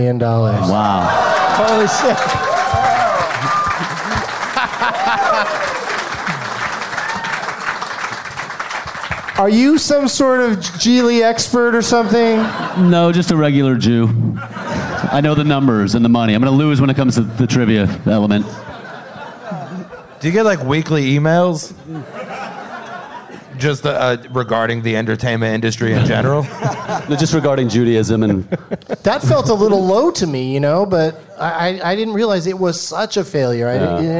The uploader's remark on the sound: Live from the Firebird in St. Louis, MO.